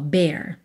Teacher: Pensa numa vogal só, bear, tá? Um E com acento agudo.